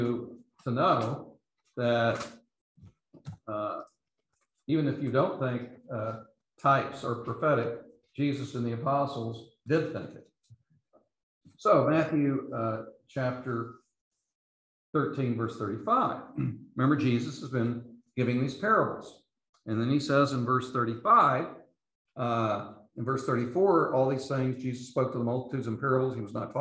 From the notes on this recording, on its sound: These podcasts are the recordings of the lectures.